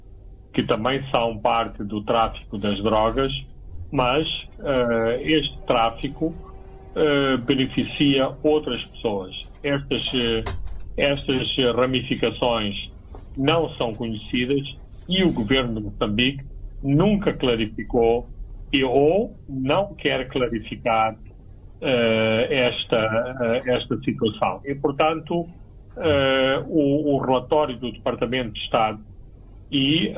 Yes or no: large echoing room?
no